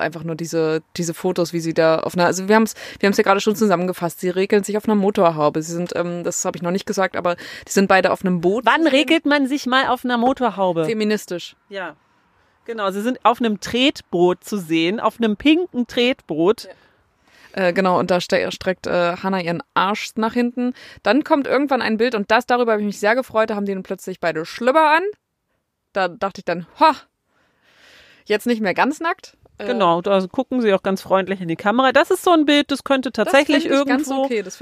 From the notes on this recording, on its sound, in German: Die Folge ist mal wieder „on the road“ entstanden. Deswegen der entspannende Autosound im Hintergrund.